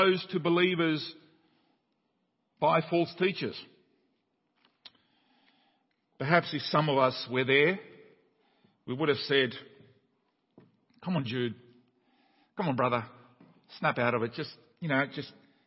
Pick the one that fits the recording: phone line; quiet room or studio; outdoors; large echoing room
large echoing room